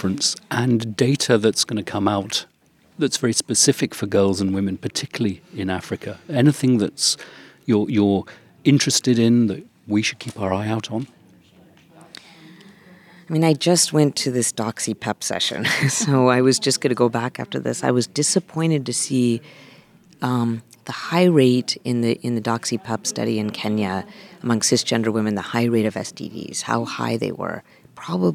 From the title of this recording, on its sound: Live from CROI 2023